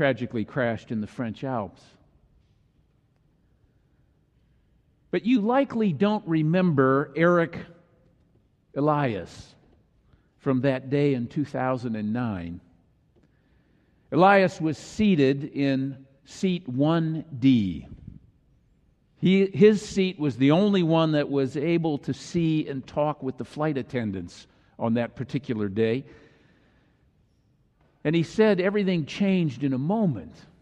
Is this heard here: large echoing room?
yes